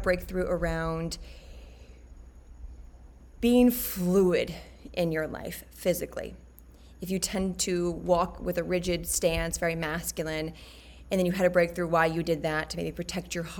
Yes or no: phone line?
no